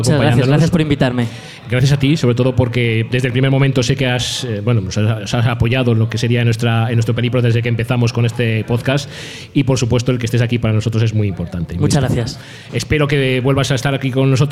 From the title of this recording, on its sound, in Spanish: La Ciudad Sumergida LIVE en el Cul De Sac